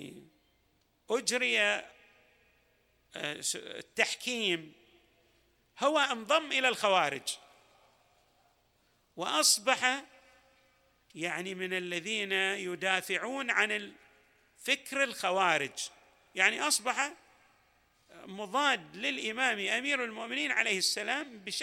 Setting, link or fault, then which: setting, large echoing room